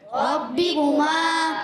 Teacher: با مشدد ہے، ذرا رک کر ادا کریں گے. با کے نیچے زیر ہے، حرکت واضح کریں گے.